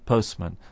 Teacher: the normal way of pronouncing postman is with no T sound in the middle. Of course, we can slow down our pronunciation and say postman if we wish, but normally we just say postman.